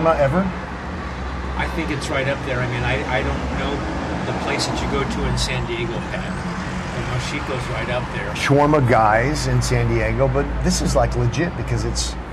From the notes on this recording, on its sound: Recorded on location in Israel.